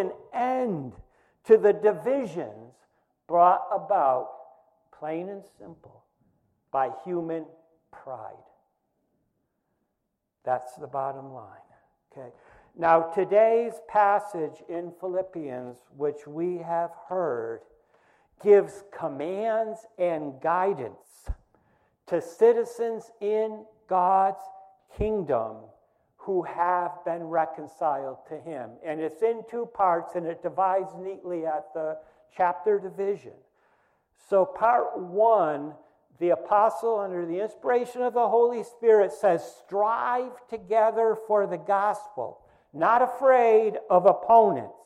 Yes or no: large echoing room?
yes